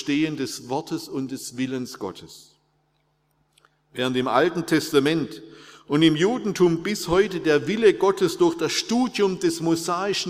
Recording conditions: large echoing room